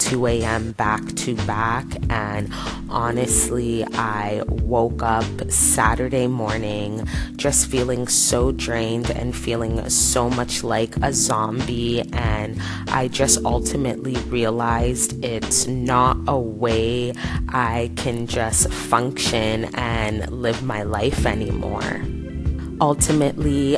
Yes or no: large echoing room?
no